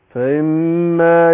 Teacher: فإما الميم هي مشددة هتاخد غنة حركتين